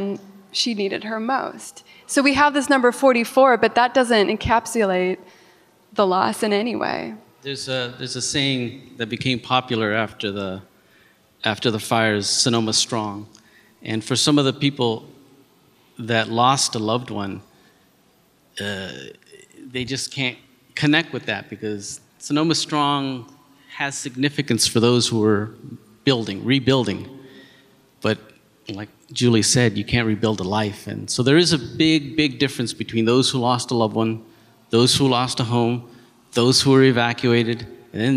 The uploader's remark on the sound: Live Event. Interviewed those reporters at the live show The Fire Tapes, a joint event with Snap Judgment.